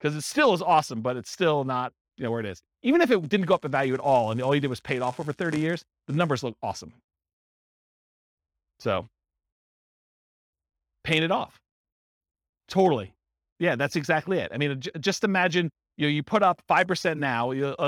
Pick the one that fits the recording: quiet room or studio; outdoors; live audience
live audience